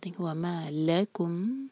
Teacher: وما پر نہیں زور دیں گے، لام پر زور دیں گے